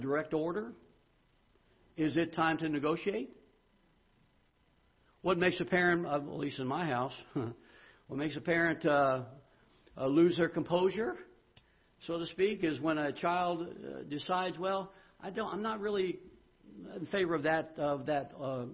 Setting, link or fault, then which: setting, large echoing room